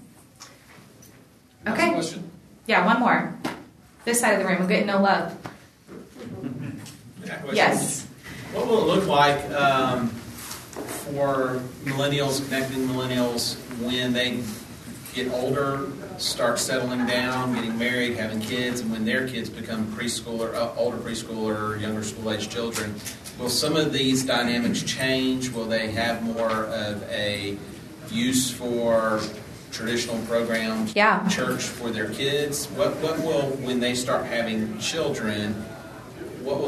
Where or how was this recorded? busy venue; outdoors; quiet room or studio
busy venue